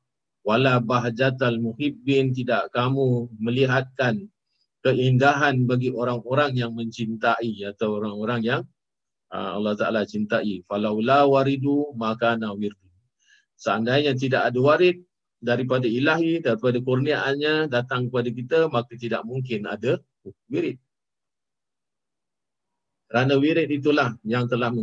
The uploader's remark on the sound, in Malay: Rakaman zoom pada setiap Ahad 9.30 pagi (waktu Singapura).